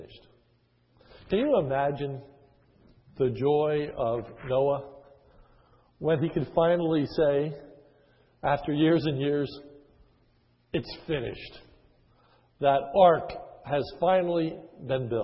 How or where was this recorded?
large echoing room